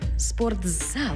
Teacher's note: У слові «спортзал» звук «ти» переходить у звук «дз»